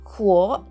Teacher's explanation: うおという二重母音ですね、えー、第三声なので低く発音します。で、最初の子音がですね、h が来ているので、これはあの、ほというね、ちょっとあの、口の中の上の壁、えー、口の中の天井ですね、ここを息でこするような